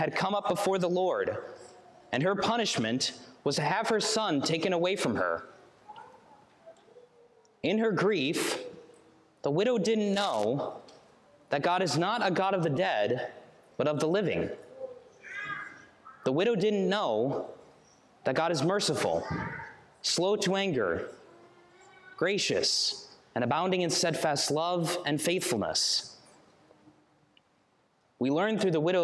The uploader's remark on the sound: Sermon preached on September 24, 2023